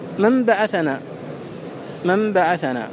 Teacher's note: وساب القلب ما في النطق بالنون الساكنة قبل، ما في النطق بالنون الساكنة قبل الباء من العسر، لاختلاف مخرجيهما مع منافرة لين النون وغنتها لشدة الباء